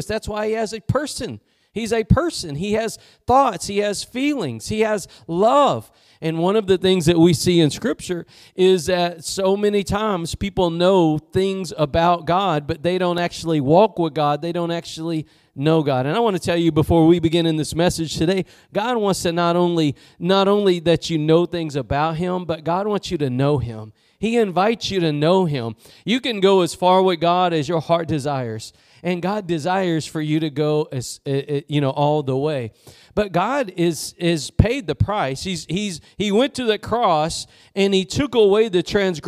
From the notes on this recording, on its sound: Preached at Gospel Lighthouse in Bossier City, La.